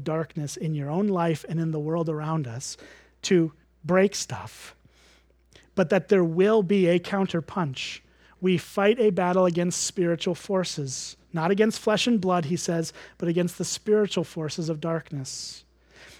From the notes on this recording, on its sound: at Springbrook Church in Antigo, WI.